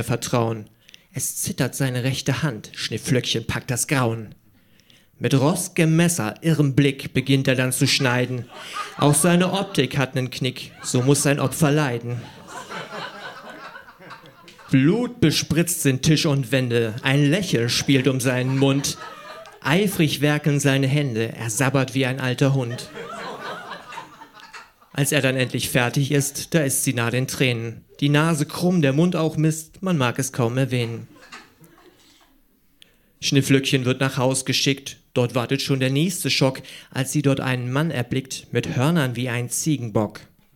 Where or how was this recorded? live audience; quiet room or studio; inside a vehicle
live audience